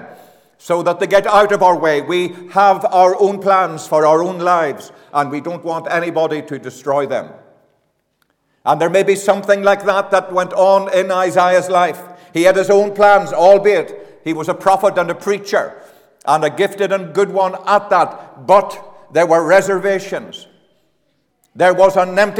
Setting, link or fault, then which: setting, large echoing room